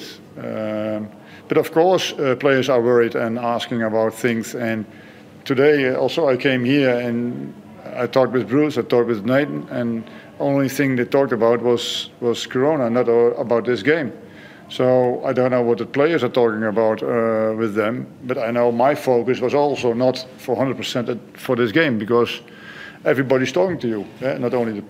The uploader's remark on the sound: Post-match Press Conference | Hyundai A-League.